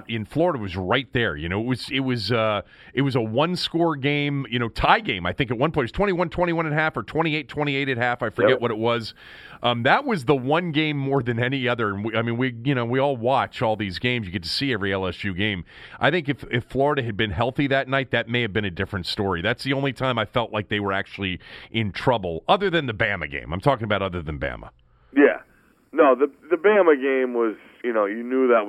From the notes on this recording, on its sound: Called in from New Orleans.